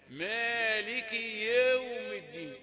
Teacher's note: يتأثر مرقق بمفخم. طيب مالك يوم الدين، كثيرون كثيرون من العرب يصعب عليهم التخلص من كسرة الكاف والعودة بسرعة إلى فتحة الياء لأنها حرف علة، فأسمعهم يقرؤون هكذا مالك يوم الدين، يا يا · Term: إمالة